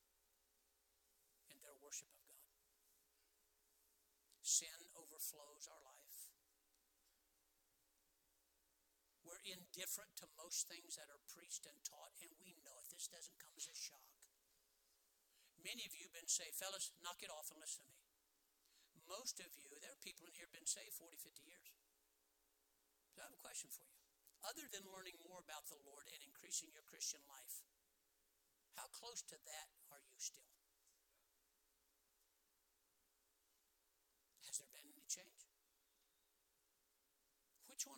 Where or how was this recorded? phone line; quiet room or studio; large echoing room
large echoing room